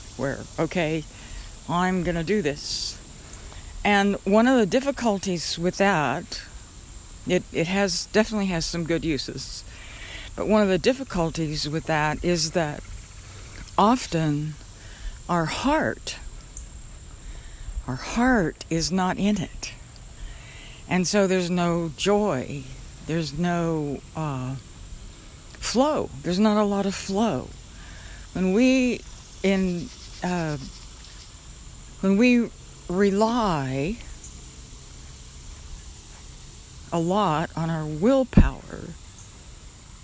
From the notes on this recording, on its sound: For our meditation today, I recorded the sounds of a creek that runs through the park where I often meditate. I think I got a good recording of the creek.